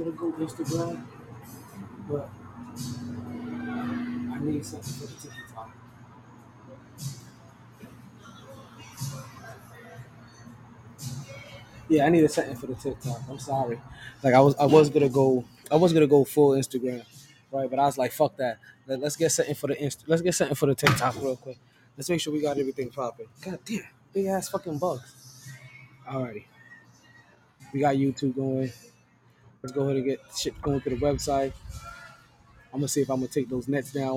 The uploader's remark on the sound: Live From Sharkeys